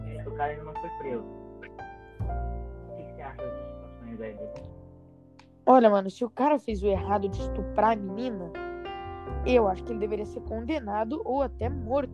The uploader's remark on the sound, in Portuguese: Assuntos polêmicos com um áudio merda.